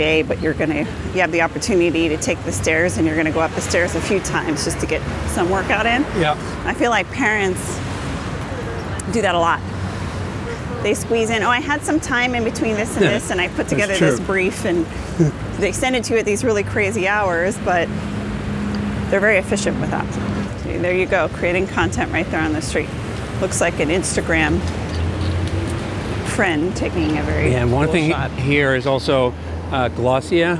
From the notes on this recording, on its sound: Grab a bite of modern nostalgia at an “ice cream cereal bar” in New York's Little Italy. You are invited to be a fly-on-the-wall for a conversation recorded in the streets of New York.